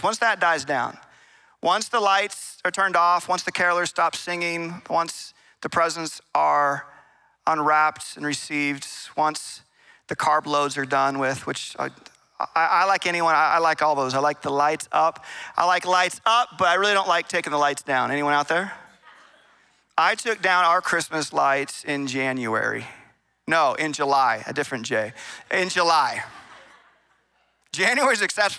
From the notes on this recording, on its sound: Recorded in Meridian, Idaho on December 17, 2023 at Capital Church.